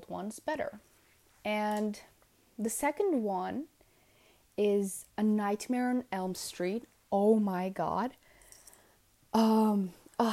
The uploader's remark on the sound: my hair keeps hitting the mic and makes a weird noise so i'm really really sorry about that